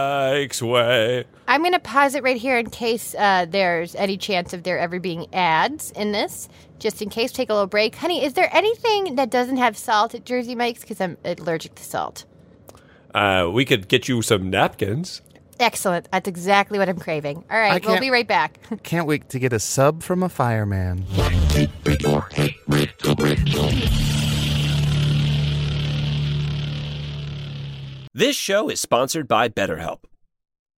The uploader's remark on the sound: the audio from a family road trip